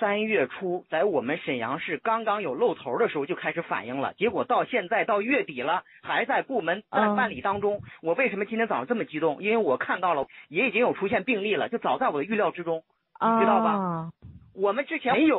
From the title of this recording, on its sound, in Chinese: 電話錄音